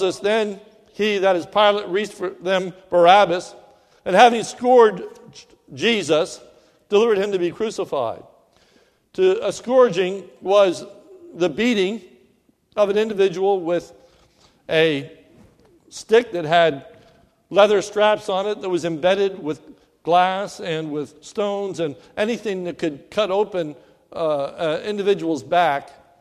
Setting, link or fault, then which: setting, large echoing room